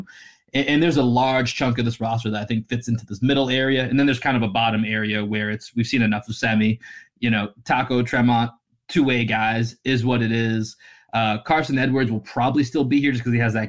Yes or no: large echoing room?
no